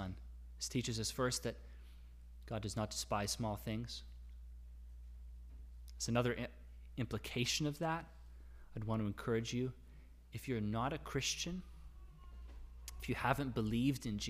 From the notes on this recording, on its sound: Sermon audio from LBC worship service on Sunday, December 5, 2021.